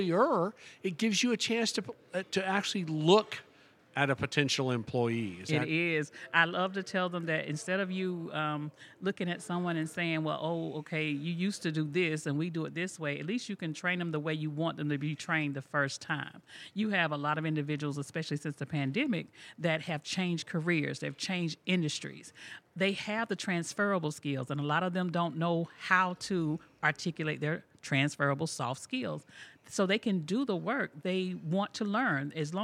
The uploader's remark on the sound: This and the following segments were recorded at this year’s annual JMI Small Business Leadership Conference hosted at Loews Sapphire Falls Resort .